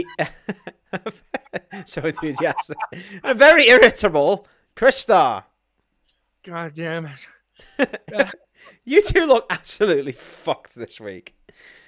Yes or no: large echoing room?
no